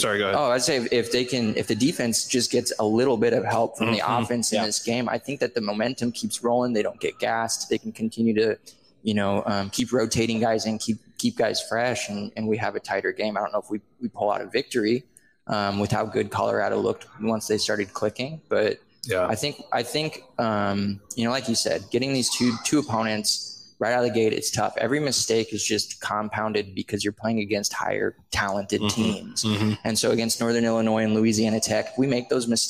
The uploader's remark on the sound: Live from the Hurrdat Sports Bar!